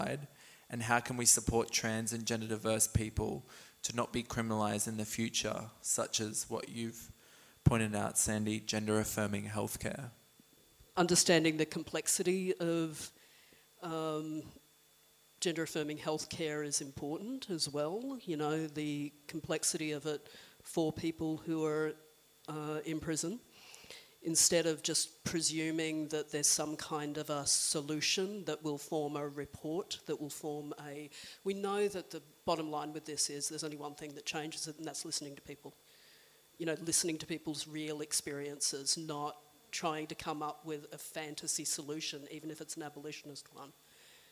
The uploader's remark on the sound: a recording from the Trans Prisoner Solidarity panel held in Woolloongabba